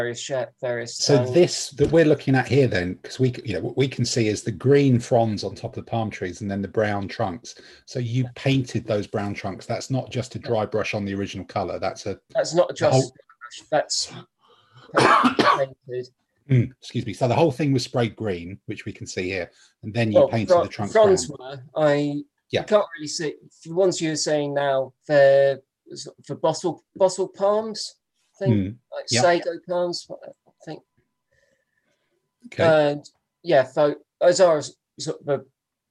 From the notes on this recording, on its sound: In this week's swelteringly hot podcast the regular team of seven perspire their way through a zoom call.